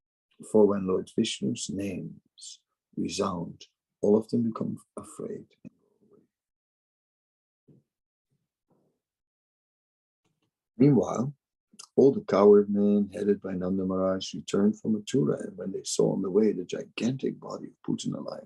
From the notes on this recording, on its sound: Zoom Meeting